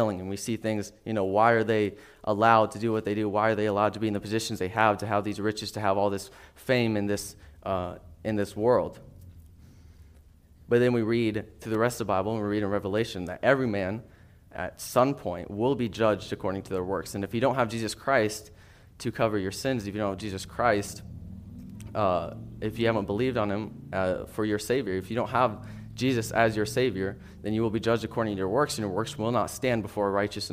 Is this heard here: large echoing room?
yes